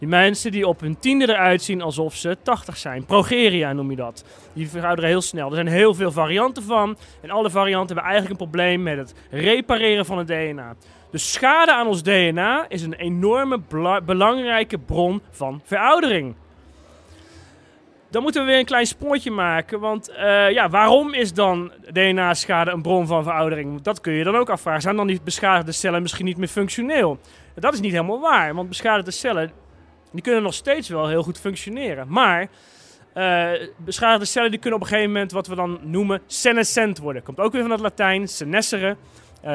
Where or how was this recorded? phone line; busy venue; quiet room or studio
busy venue